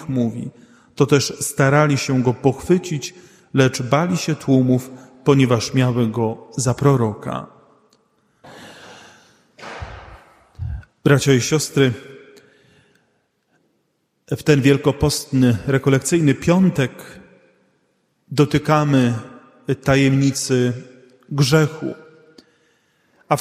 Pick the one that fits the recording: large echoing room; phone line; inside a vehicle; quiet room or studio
large echoing room